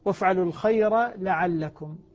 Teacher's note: ما ندغم الراء في اللام هنا لأنها جاءت مفتوحة بعد ساكن